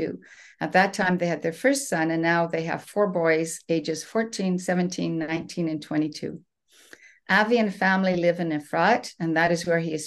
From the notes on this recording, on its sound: This special zoom run by Canadian Antisemitism Education Foundation. I was invited to speak at this special zoom run by Canadian Antisemitism Education Foundation with all of their co-sponsors.